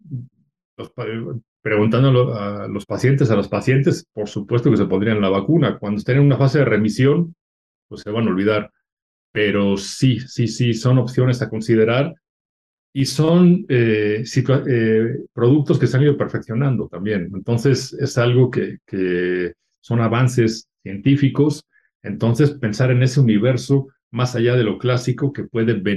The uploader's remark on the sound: via Zoom